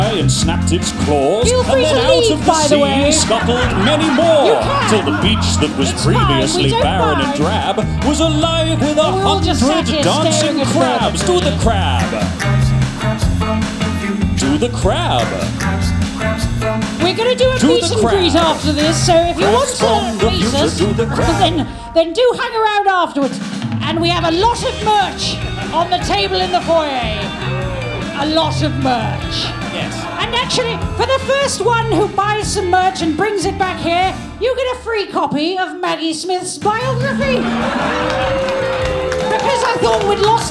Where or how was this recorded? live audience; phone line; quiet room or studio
live audience